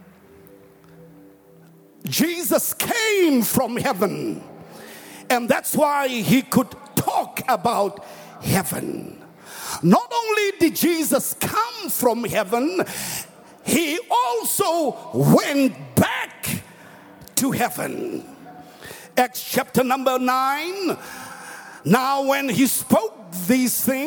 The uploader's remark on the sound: preached at the Annual Good Friday Celebration held at Orlando Stadium